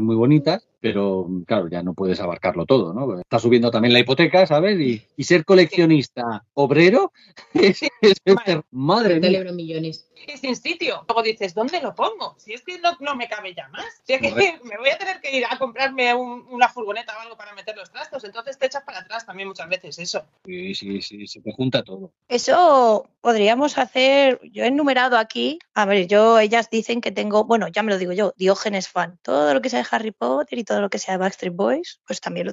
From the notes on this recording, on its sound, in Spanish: Aprovechamos para disculparnos por la calidad del audio, tuvimos algunos problemillas técnicos en el metaverso...